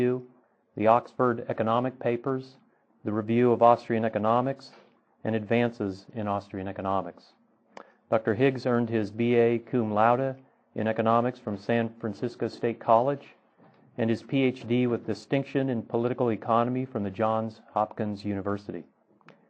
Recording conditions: large echoing room